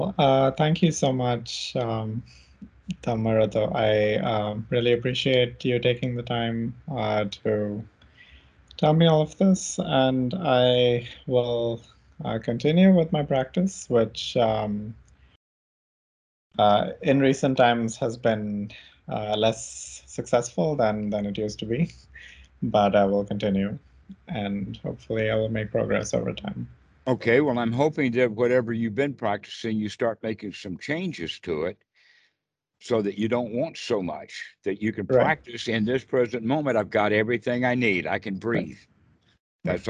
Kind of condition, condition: link, video call